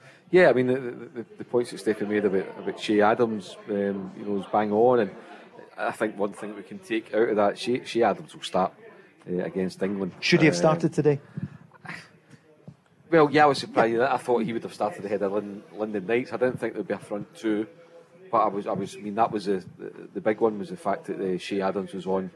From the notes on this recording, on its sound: live from The Radisson Red